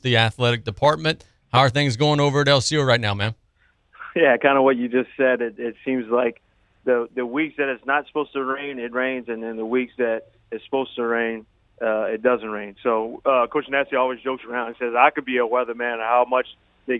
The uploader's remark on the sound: We then go to the phone lines.